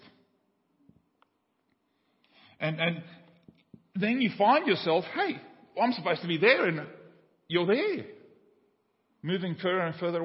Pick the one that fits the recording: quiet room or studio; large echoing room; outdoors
large echoing room